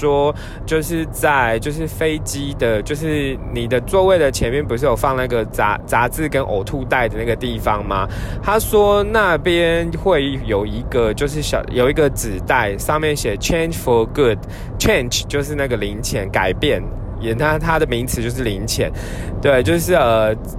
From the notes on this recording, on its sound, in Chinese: 本次換個空間：開車移動時錄音，有點雜音請見諒～。